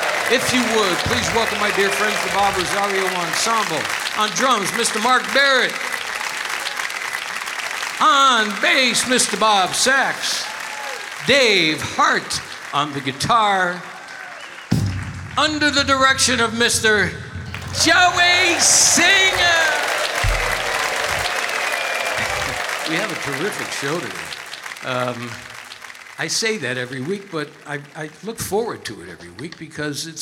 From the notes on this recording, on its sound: Live at the South Point Casino